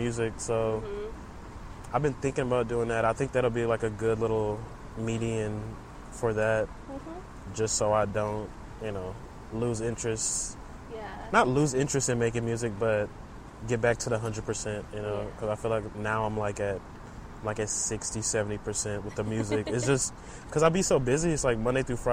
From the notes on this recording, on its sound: Episode recorded at Buffalo Bayou, Houston